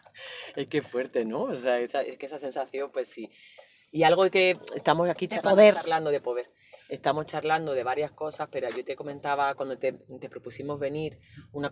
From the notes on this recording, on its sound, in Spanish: mientras damos un paseo por el barrio de Vallekas